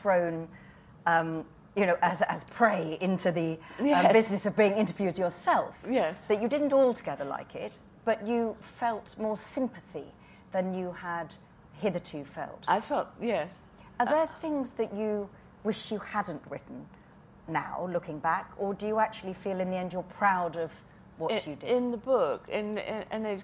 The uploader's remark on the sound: At Edinburgh International Book Festival (edbookfest).